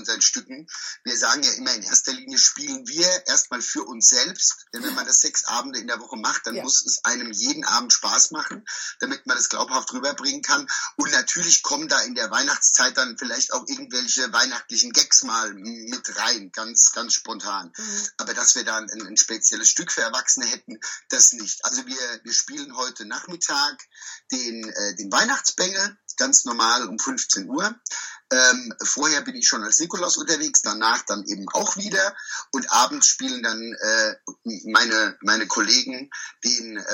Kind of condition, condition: link, video call